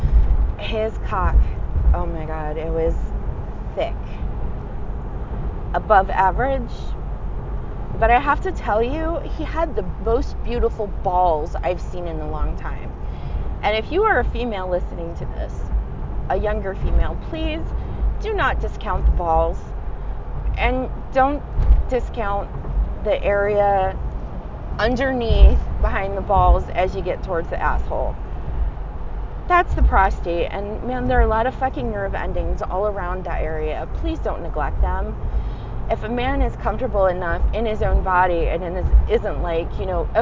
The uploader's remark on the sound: Apologies for the background noise, I was driving.